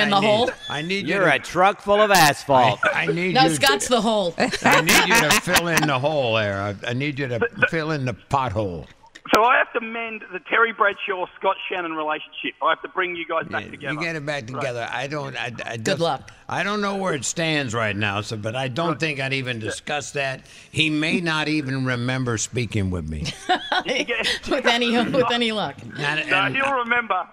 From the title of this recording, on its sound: Reports live from Radio Row for Super Bowl LIV